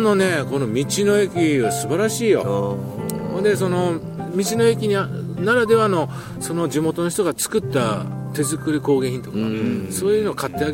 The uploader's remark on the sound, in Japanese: 富士山をバッグに３人対談。